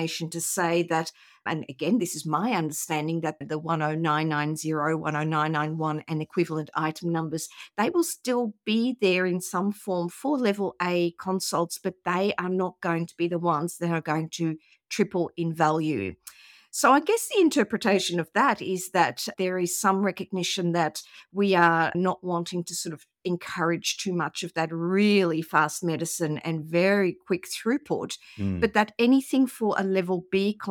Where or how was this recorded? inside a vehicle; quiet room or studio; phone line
quiet room or studio